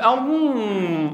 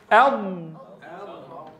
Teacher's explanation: أض تدرب، ما تطلعها من أنفك، لا تقول أم هيك بتمطها لآخر، لا تقول أم هون، طلعتها لفوق صارت ترجع من مجرى الخيشوم. قل أض واحسر الصوت بين اللسان والحنك الأعلى · Shown in: second take · Term: الضاد